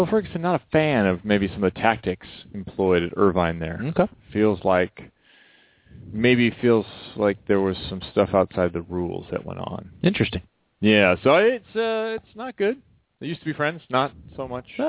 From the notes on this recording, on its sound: called in from Russia